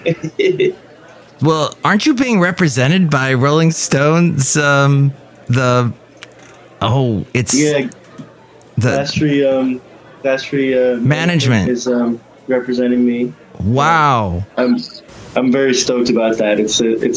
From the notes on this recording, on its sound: podcasts live from Café Anyway